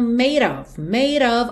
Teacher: O E de made não é pronunciado, o D virou rarara, of, OF sempre com som de AV.